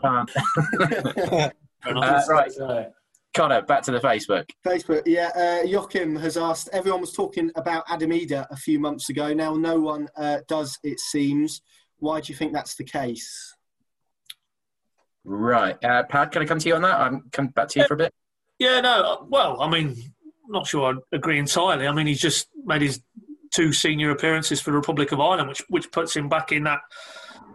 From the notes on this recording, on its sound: host the Pink Un Live online event